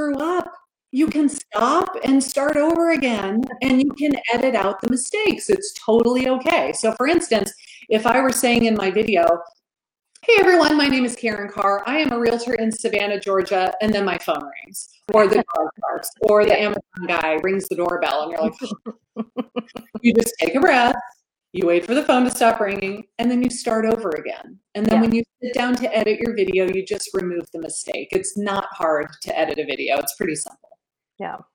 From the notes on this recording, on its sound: I had the pleasure of interviewing her over on Facebook Live.